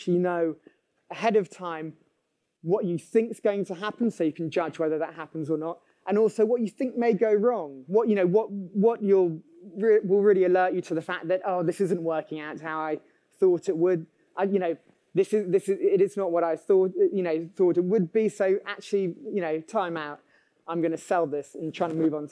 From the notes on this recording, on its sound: We conducted our very first "LIVE" event at the largest investors event in London at the Master Investors Show. To a packed audience. Recorded from this panel session.